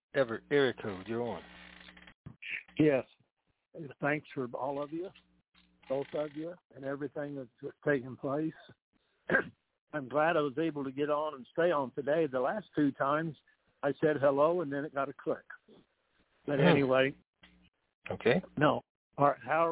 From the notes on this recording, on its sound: TNTSuperfantastic Conference Call